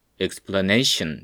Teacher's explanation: 最後のションとかも、おじゃなくて、まあ、うんみたいななんか曖昧母音なんですよね